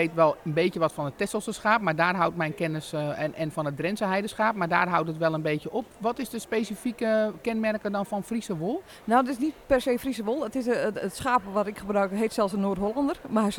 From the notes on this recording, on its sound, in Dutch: Vandaag een live uitzending vanaf de Handwerkbeurs in Houten!